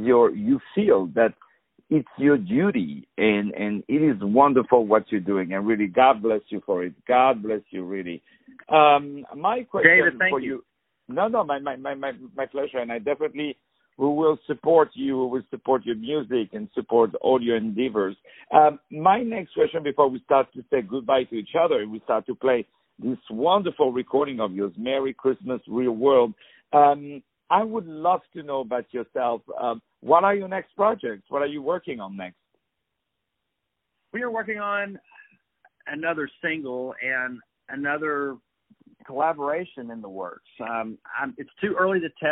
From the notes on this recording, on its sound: On the phone